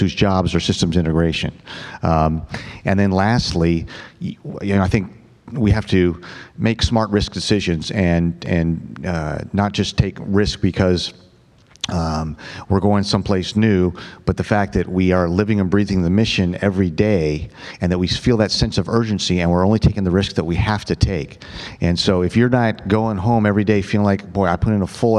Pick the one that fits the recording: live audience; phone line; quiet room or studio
live audience